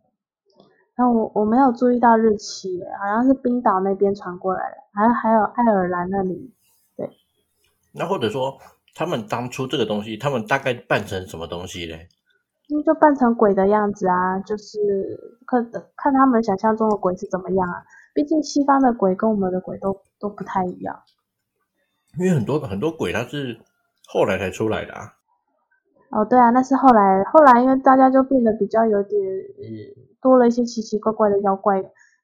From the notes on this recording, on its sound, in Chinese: 換麥克風前的最後一集聲音可能還是有點不及格 請大家見諒。我們會持續慢慢改善錄音品質的。